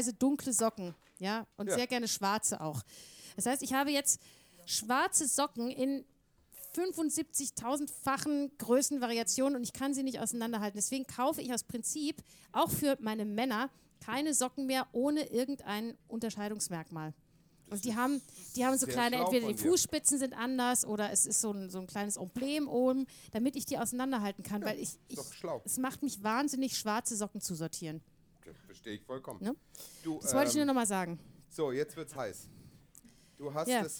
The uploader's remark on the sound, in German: auch diesmal wieder vor Live-Publikum!